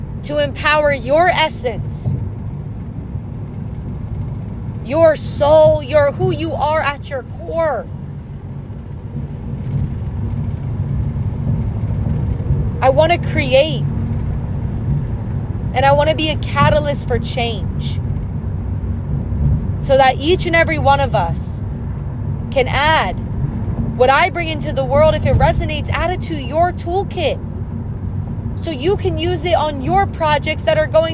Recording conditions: phone or laptop microphone